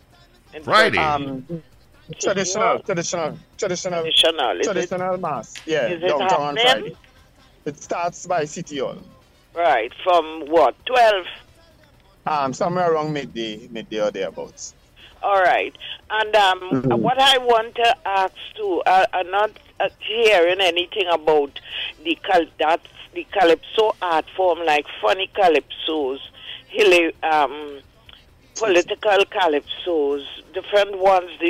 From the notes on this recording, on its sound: During this hour we take calls from our audience.